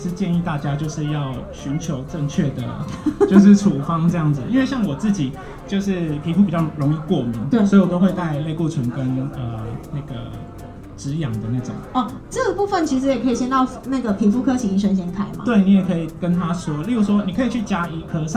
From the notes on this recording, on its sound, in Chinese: 新竹大遠百戶外動起來。現場和觀眾分享及互動的錄音紀錄。因應現場聽眾及來往顧客眾多，收音略有環境音，敬請見諒。